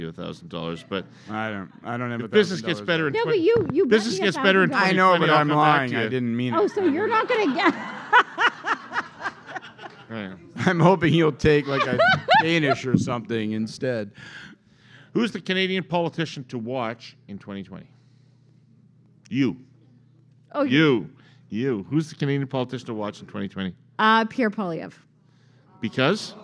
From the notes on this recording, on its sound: Canada 2020 hosted a LIVE event. LIVE showing of the Herle Burly Podcast.